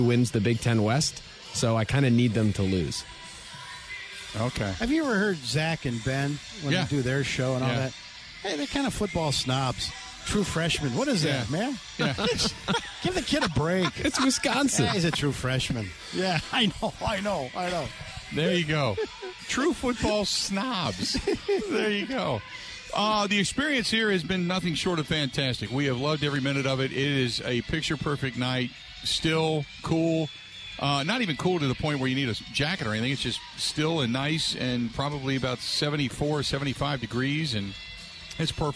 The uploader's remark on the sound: Live at the Wisconsin State Fair.